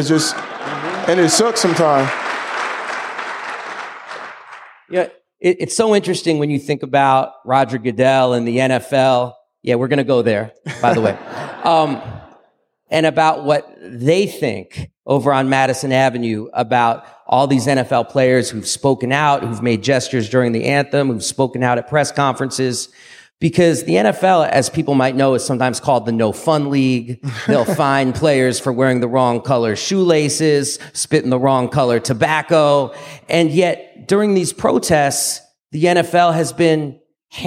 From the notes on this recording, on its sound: LIVE in Seattle. In front of over 800 people at Town Hall Seattle.